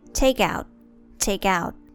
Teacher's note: There's linking sound between take and out, and it sounds like this take out, take out.